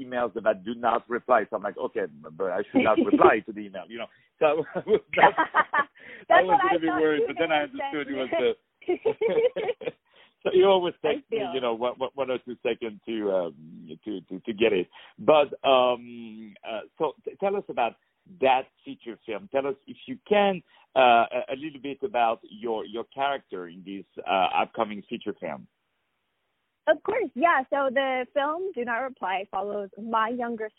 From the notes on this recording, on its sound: On the phone.